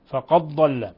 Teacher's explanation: فقد تقلق للدال لسكونها، ولا تدغم عند حفص، عند ورش تدغم الدال في الضاد فقد ضل، لا، لكن عند حفص لا، وعند أكثر القراء فقد ضل. نقلق للدال ولا ندغم الدال في الضاد